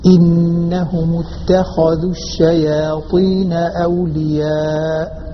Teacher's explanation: الخاء مفخمة تاء مرققة فننتقل من الترقيق إلى التفخيم